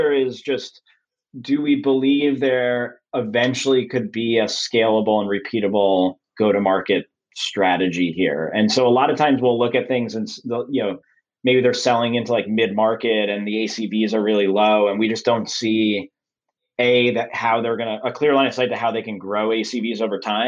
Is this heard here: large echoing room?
no